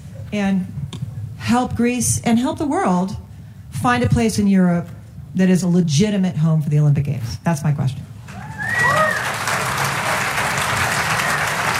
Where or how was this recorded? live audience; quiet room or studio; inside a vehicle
live audience